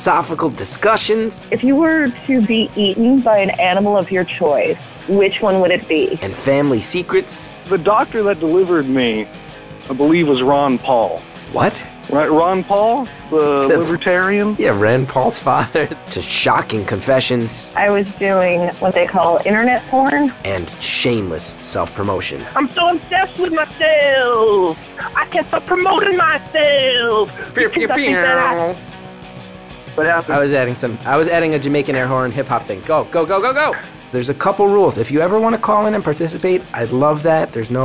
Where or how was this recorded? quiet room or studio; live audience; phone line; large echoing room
phone line